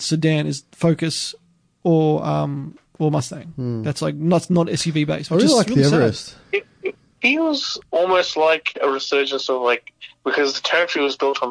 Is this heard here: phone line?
yes